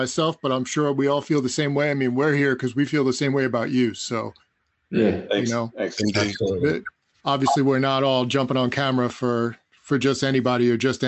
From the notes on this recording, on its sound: Recorded on Riverside.